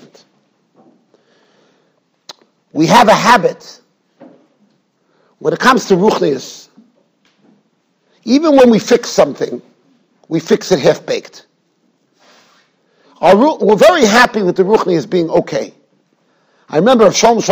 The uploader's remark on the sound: Shiur recorded in Yeshivas Ohr Reuven, Monsey, NY.